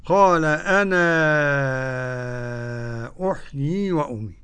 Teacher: أما ورش مد منفصل ست حركات قولا واحدا